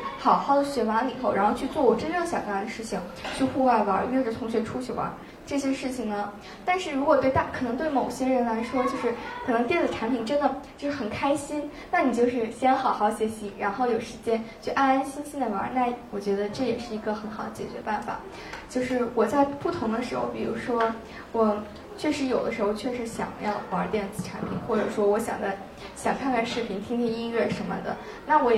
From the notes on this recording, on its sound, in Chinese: 是她在抓马中心的东广场的一次分享录音